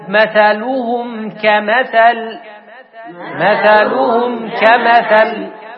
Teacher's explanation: ميم ساكنة جاء بعدها كاف، والكاف من حروف الإظهار في أحكام الميم الساكنة